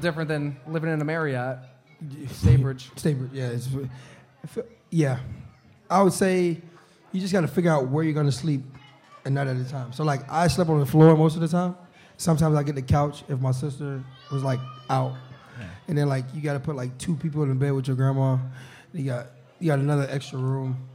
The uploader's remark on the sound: live from Mister’s Bar & Lanes in East Aurora, N.